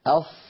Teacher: فصوت الصاد لها صوت معين أص لأنها مفخمة مستعلية مطبقة